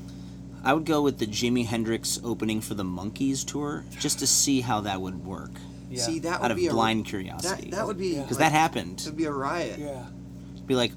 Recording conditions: hum or buzz